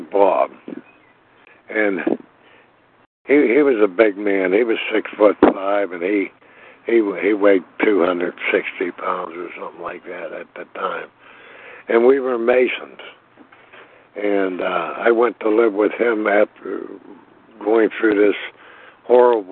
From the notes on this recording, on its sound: from the 100 Pounders Phone Meeting, 6/18/23.